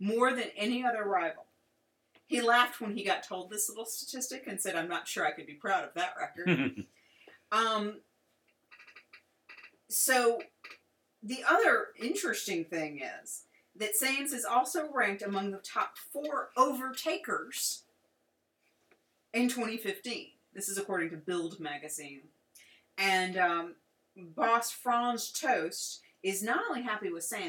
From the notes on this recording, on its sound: This week our sound quality isn't what we like it to be. This is the second show we recorded with our new podcast rig, and without realizing it an important setting was off resulting in a show that doesn't sound as clean as we want it to be.